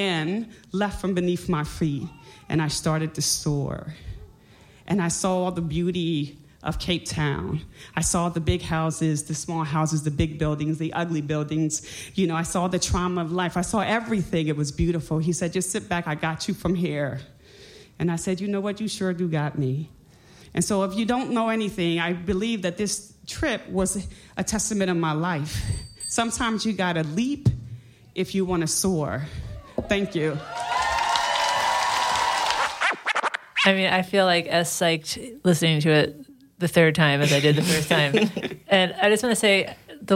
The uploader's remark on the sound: told at the Madison Moth StorySlam at the High Noon Saloon